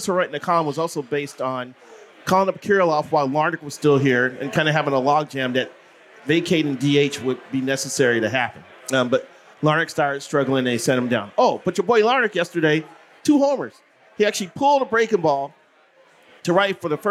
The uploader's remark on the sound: Live from The Loon